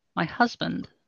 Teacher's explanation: the first sound in husband was a higher pitch